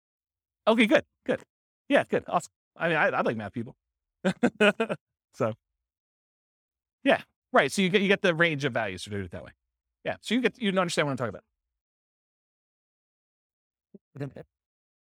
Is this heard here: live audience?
yes